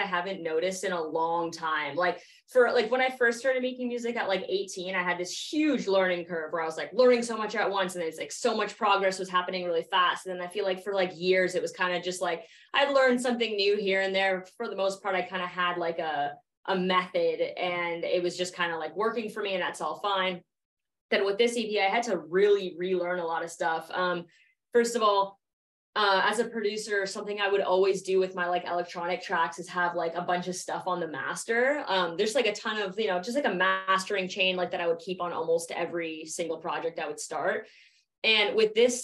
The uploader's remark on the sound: via Zoom for an interview